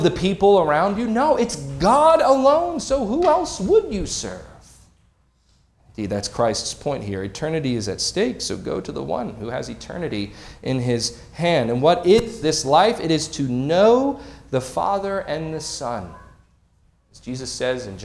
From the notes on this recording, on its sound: This sermon was preached on February 11, 2024 at Antioch Presbyterian Church. At Antioch Presbyterian Church, a mission work of Calvary Presbytery of the Presbyterian Church in America located in Woodruff, South Carolina.